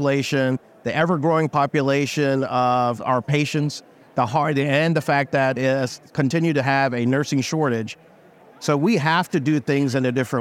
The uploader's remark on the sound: Special Episode LIVE from the floor of Becker's